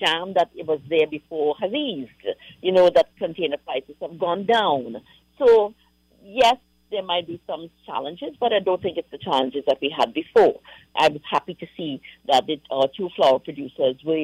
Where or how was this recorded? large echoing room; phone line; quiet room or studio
phone line